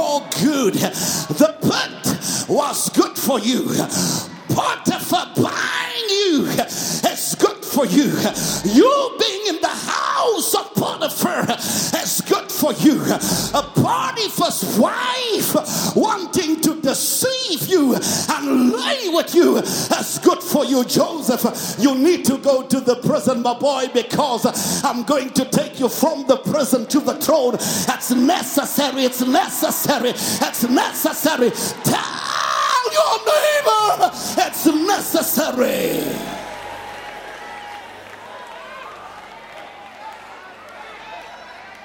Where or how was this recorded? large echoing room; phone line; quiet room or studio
large echoing room